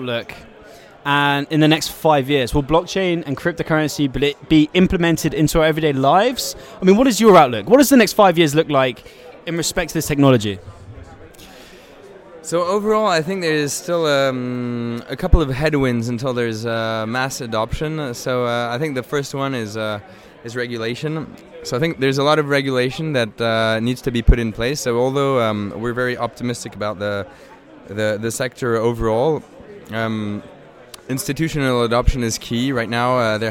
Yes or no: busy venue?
yes